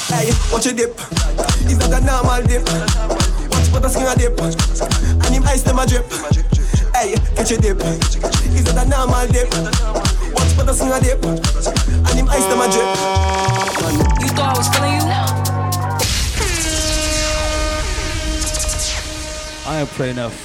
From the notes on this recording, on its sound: Live Audio recording of my set at Island Saturdays